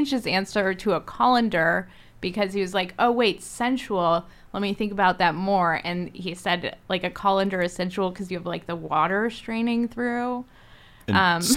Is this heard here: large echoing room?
no